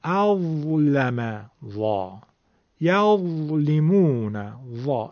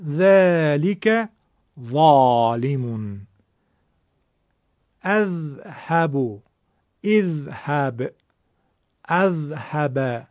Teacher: هر چقدر حرف ذال نازکه، حرف ضا تفخیم و درشتی داره. برای همینم میتونیم بهش بگیم که حرف ضا ذال مفخمه، ذال درشته.